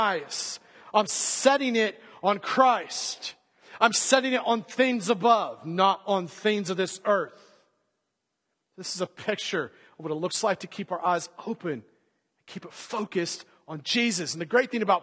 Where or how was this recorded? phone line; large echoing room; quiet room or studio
large echoing room